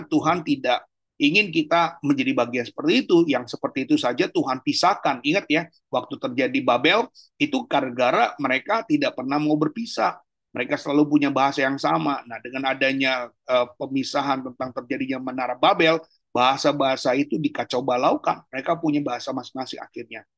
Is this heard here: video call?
yes